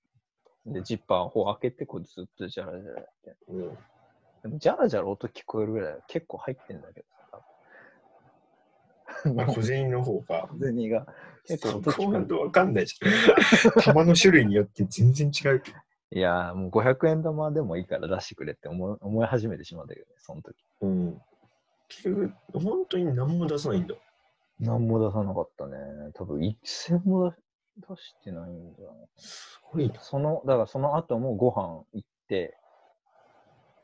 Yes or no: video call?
yes